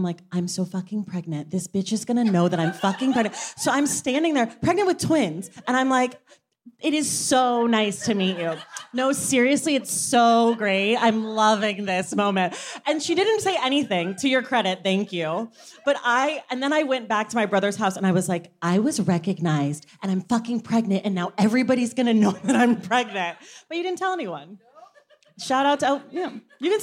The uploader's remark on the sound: Unabridged: The Oakland Live Show. This Unabridged features audio from our first stop on The Stacks tour in Oakland. We also give audience book recommendations with a special guest. This is an edited version of the live show.